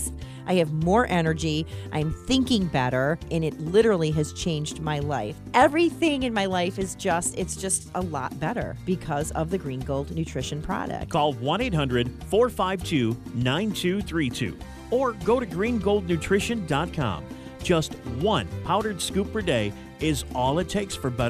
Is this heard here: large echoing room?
no